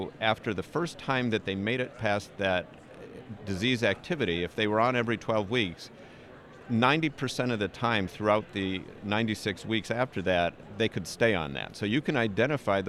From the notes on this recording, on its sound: From AAO Retina Subspecialty Day. Live from the BMC booth.